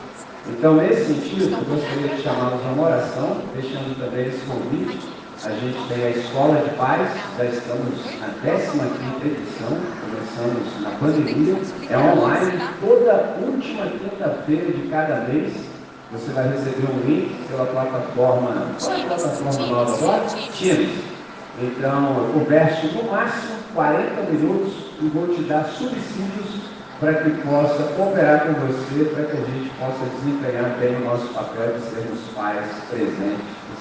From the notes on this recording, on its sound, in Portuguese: Gravado em 19 de Agosto de 2023 com os pais dos estudantes dos anos iniciais do Colégio Batista Brasil unidade Volta Redonda, RJ.